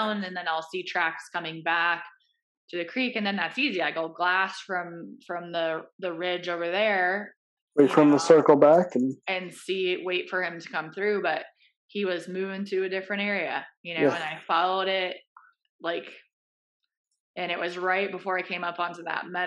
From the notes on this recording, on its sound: apologies on sound quality for this episode